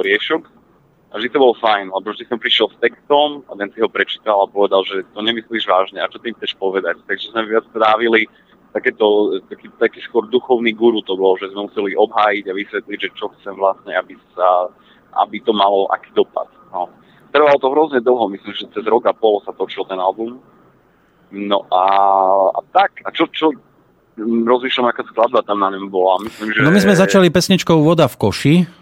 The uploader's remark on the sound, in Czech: telefonický rozhovor